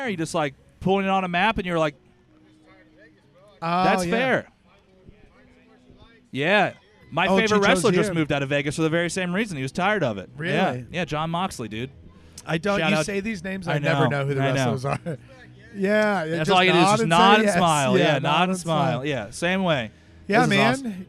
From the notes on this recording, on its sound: We are live, for the first time ever, from The Raleigh Night Market. Live in the middle of a holiday market in a park in Downtown Raleigh, NC.